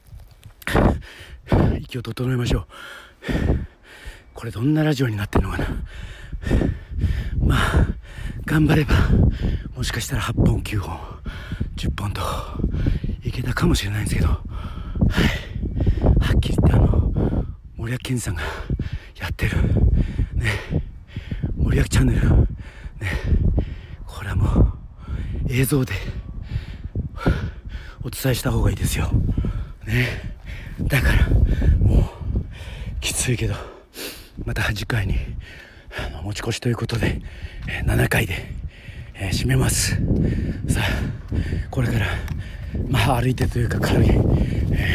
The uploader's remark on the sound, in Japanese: 与論島の名所でもあるホワイトロードでダッシュランしてます。走りながらの収録なので聞き苦しい所も多々ありますが。